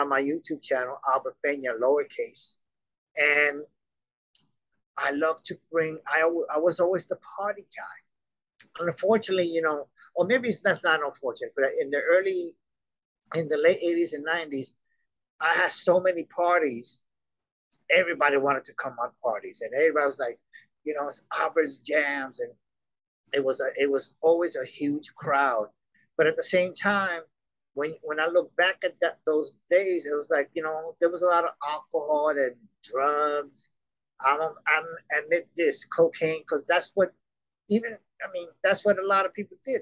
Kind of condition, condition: link, video call